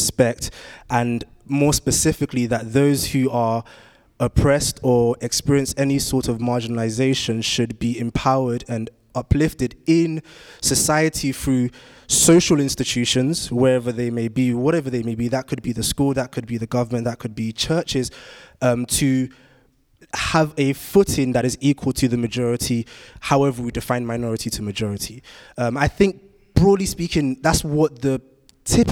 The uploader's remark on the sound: Audio from the Black Berea Live Event.